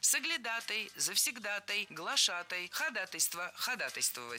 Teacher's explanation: Ударение в этом слове падает на первую «а» в суффиксе «атой». Кстати, во всех словах, где есть такой суффикс, ударение точно так же падает на «атой»